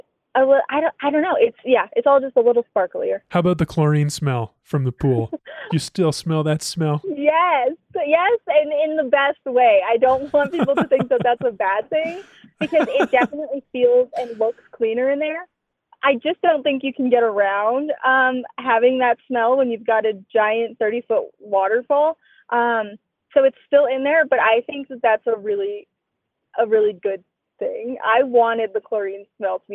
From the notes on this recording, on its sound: Got a sneak preview of the new Casa Bonita this morning, and she’s calling in from that strip mall parking lot in Lakewood.